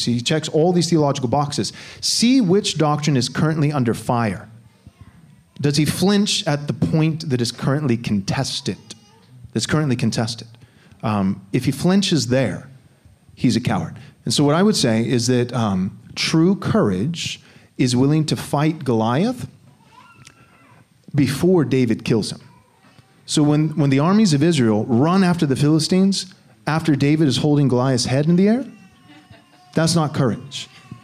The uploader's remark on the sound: Answer questions submitted by a live audience during our 2022 conference called “Resisting Tyranny and Wokeness."